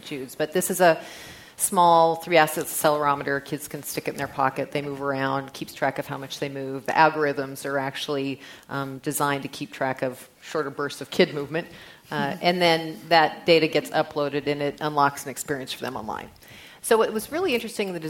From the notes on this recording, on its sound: This program is part of The Atlantic Meets The Pacific 2013 conference presented by The Atlantic and UC San Diego.